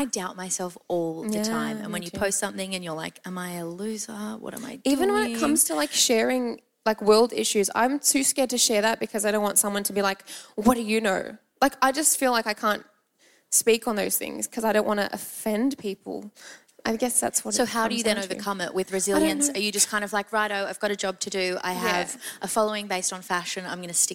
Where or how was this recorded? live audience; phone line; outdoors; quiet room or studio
live audience